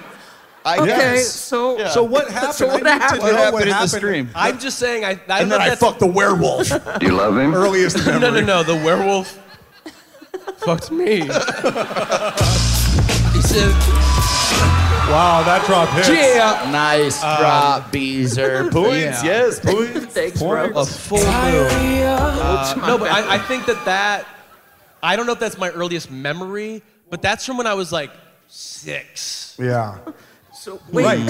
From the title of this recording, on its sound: Live From Boston